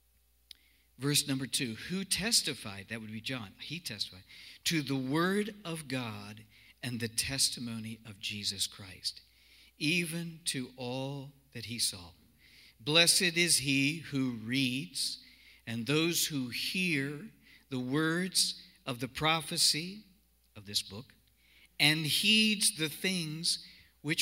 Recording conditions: large echoing room